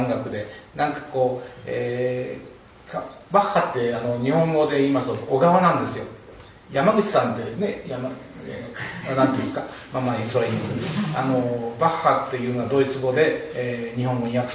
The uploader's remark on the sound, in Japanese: コンサートの様子、お届けします。